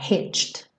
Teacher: do som do tch, você já coloca o dzinho só para finalizar